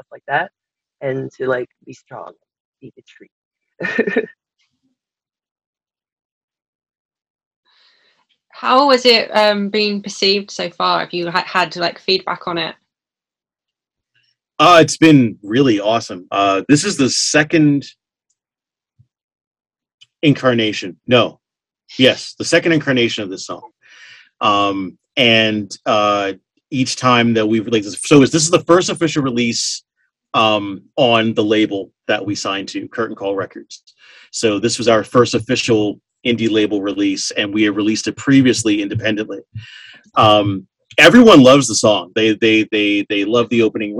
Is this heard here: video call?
yes